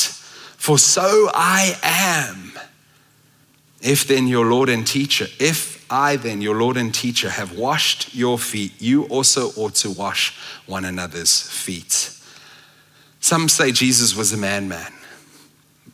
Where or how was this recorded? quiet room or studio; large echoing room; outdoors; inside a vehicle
large echoing room